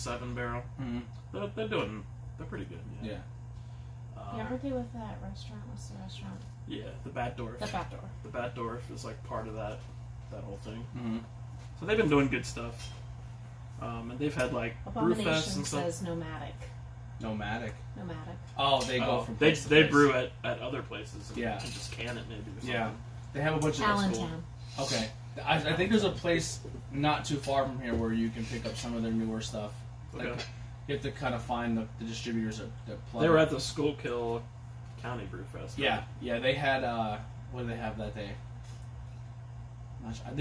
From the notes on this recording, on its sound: This was a quick video made with my phone so sorry if the audio is not like some of our other episodes.